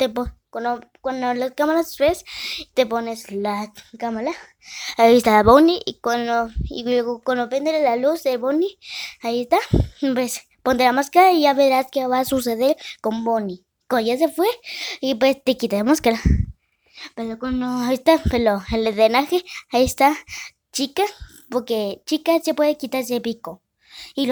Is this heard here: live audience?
no